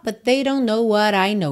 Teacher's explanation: but they junta num T só